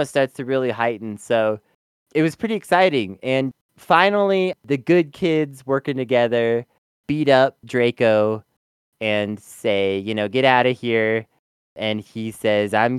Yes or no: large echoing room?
no